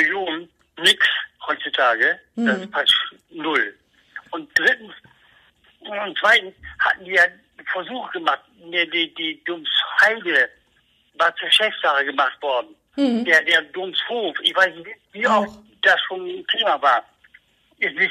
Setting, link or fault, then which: link, phone line